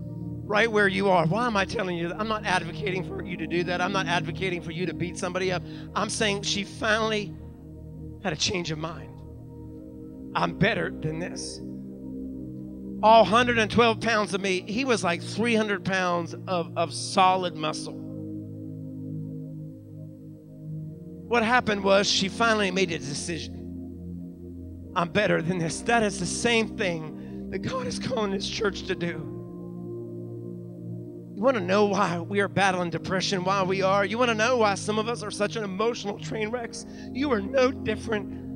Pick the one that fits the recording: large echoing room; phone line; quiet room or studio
large echoing room